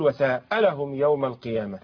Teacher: اتكئ على الهمزة كده بصوت عالي هتقول وساء لهم يوم القيامة، أي سألهم